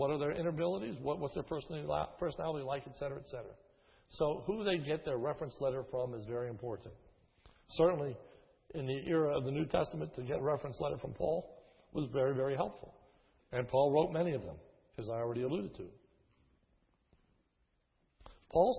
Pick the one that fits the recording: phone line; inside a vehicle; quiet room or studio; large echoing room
large echoing room